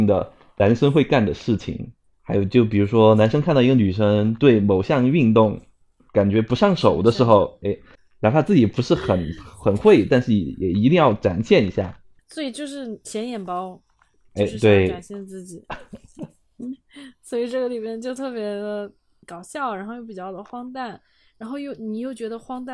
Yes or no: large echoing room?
no